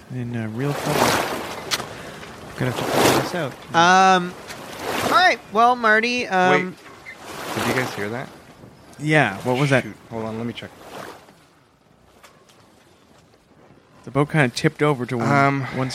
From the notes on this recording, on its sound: Live From A Boat. Are podcasting from the deck of a luxurious 40-foot yacht!